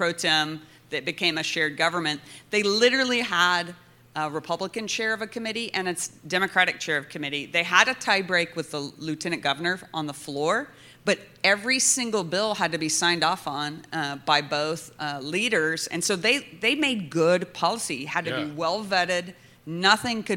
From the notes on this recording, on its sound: Recorded with a live studio audience